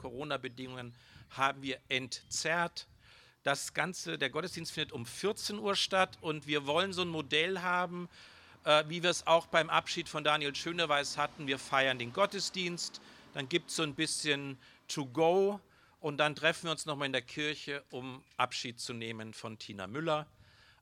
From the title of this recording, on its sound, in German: Gottesdienst Pauluskirche zu Christi Himmelfahrt, 13.5.2021 - Open Air